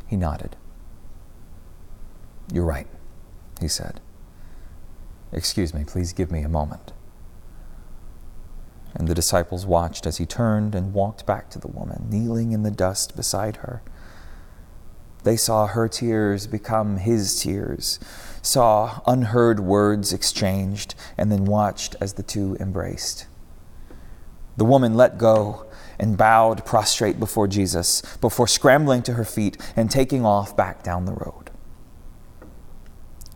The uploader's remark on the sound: preached at Northminster Church